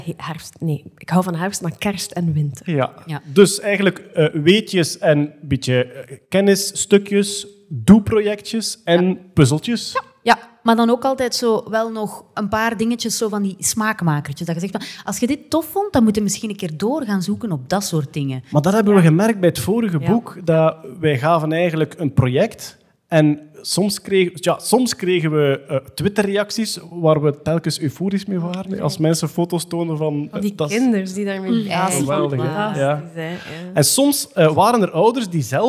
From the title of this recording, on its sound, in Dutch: Live op "9000 Boeken" in Gent